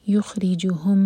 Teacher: اب یہاں پر میم اور میم کا ادغام ہو رہا ہے، تو میم کو ہم ہولڈ کریں گے. یخرجوہم دو سیکنڈس کے لیے، مینا ظلماتی.